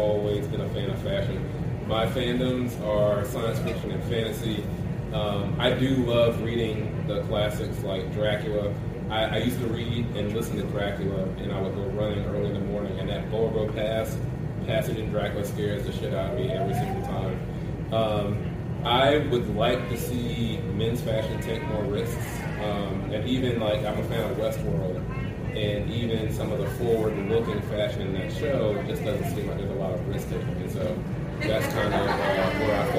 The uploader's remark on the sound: Fandom, Fashion, and the Future panel from Blerdcon 2022.